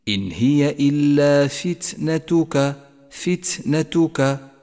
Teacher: التاء الأولى ضعيفة لأنها ساكنة تقوى بالهمس والتاء الثانية قوية لأنها متحركة